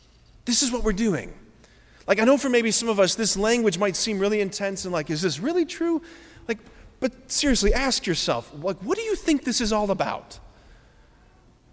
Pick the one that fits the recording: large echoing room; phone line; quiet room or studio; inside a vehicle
large echoing room